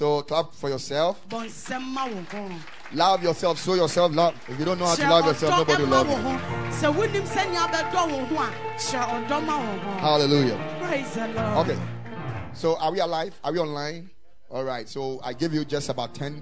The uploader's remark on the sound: Preached at the Ekklesia Chapel.